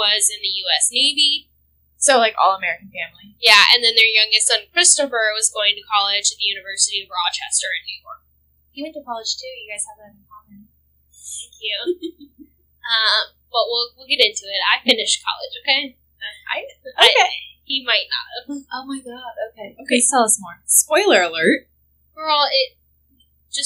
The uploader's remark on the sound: We're still figuring out the whole sound thing but I promise it will get better, lol.